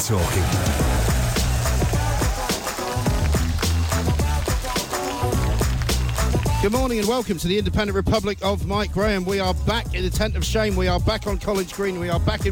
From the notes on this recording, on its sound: Live from the Tent of Shame on College Green